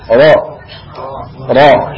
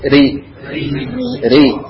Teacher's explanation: Ro ketika fathah dia tebal. Ro, ro. Kalau kasroh tipis. Ri, ri. Ro, ri.